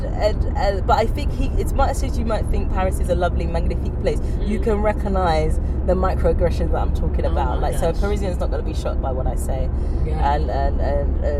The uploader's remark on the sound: our conversations take place whilst driving in the car, and sadly this does end up reducing the quality of the audio as we hit the motorway